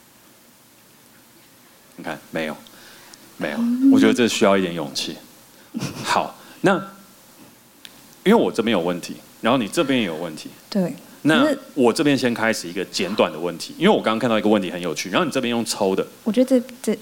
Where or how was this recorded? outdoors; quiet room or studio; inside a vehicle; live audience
live audience